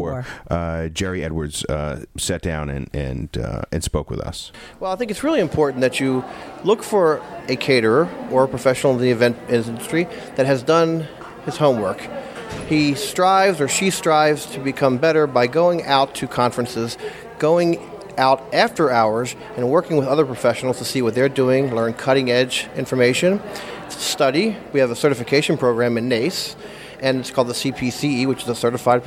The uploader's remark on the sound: On Location at the NACE Annual Conference Experience!